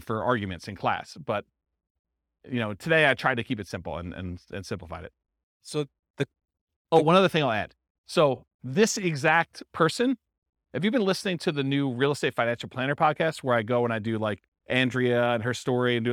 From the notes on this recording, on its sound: This was a live class recorded